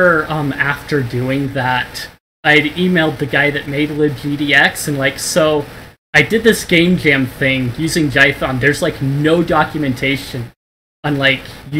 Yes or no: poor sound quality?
yes